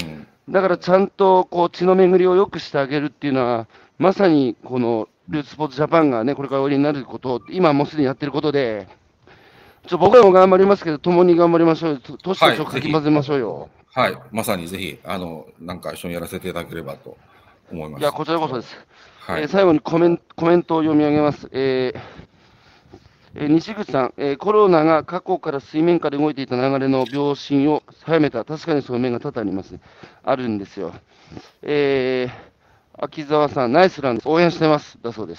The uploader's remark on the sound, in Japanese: 歩きながら1時間、対談する